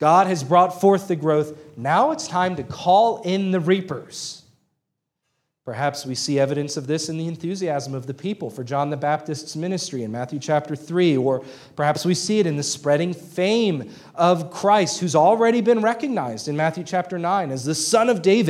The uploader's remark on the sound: At Antioch Presbyterian Church, a mission work of Calvary Presbytery of the Presbyterian Church in America located in Woodruff, South Carolina.